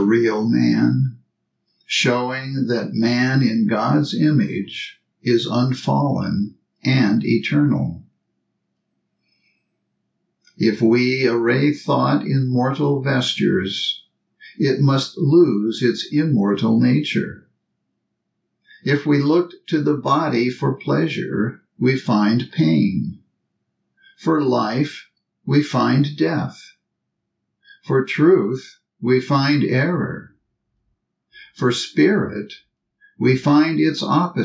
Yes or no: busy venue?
no